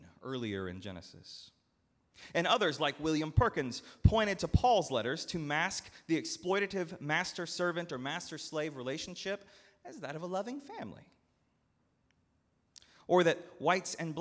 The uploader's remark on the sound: at Northminster Church on October 20, 2019